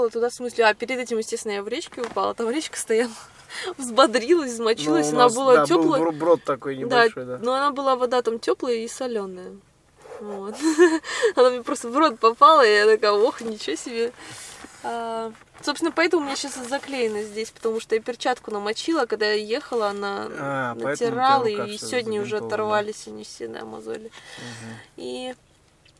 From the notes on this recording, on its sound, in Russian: Этот выпуск я записал на бивуаке посреди пустыни в Марокко, после финиша СУ4.